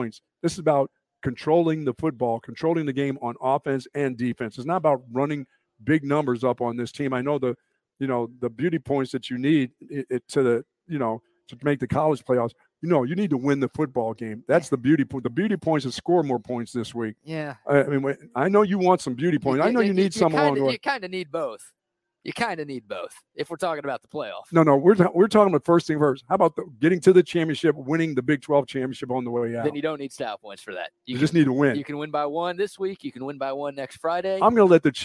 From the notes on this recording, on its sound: LIVE from the brand new Academy in Hutto!